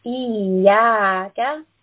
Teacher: We have the letter ya. Ya has a fatha. Following this fatha, we have an alif. So fatha alif coming together means two count med. Pull this for two counts.